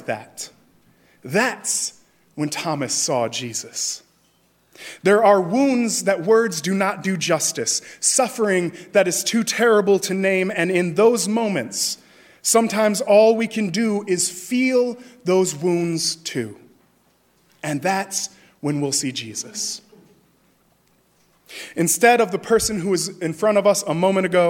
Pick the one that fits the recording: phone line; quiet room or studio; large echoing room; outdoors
large echoing room